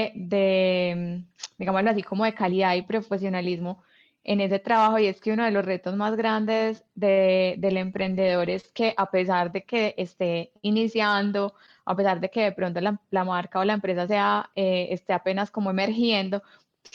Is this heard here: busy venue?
no